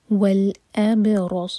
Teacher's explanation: با پر قلقلہ را اور صاد ہیوی